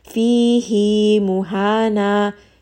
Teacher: Fi is two counts. He will also be two counts. · Term: madsila as-sughra